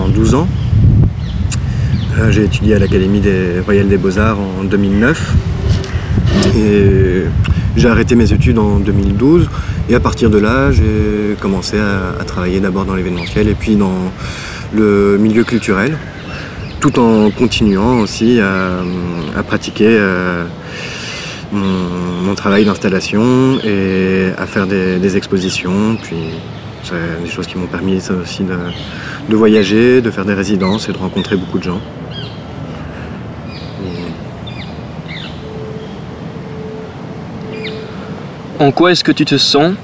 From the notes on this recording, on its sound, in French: Dans un parc de Bruxelles.